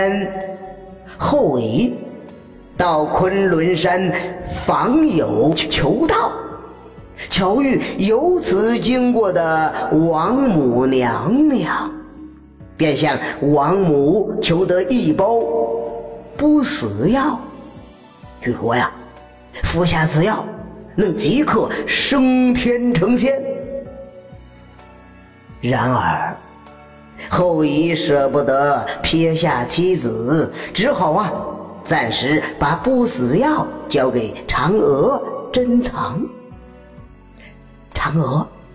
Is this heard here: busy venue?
no